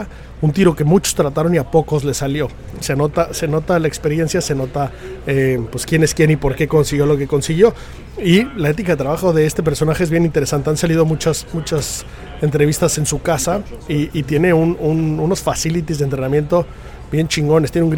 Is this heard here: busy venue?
yes